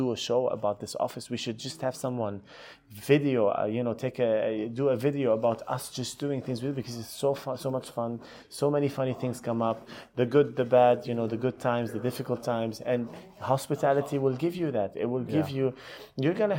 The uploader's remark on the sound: we met up in a public space in the stunning Kimpton Fitzroy London, as such it's a live environment so forgive the atmosphere at times